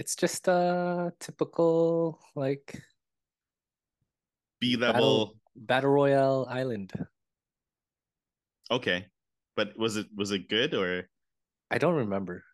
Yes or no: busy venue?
no